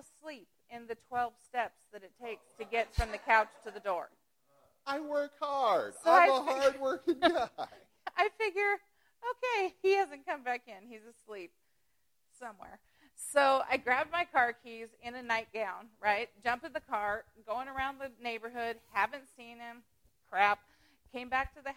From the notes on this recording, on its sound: The live audience goes wild.